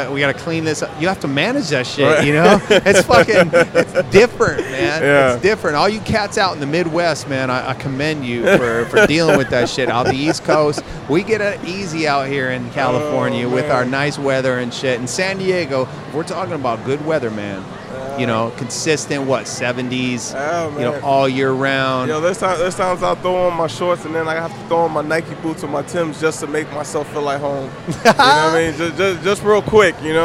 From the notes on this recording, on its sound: joins me in the Sullen Clothing booth, at the 2015 Musink festival.